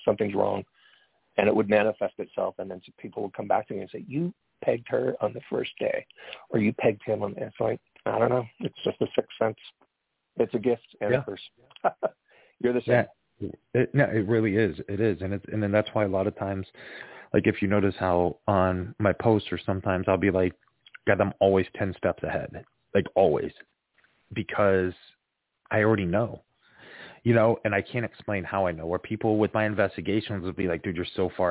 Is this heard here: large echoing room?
no